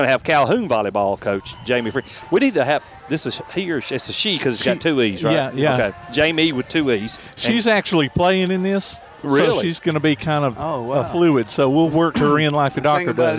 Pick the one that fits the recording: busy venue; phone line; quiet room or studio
busy venue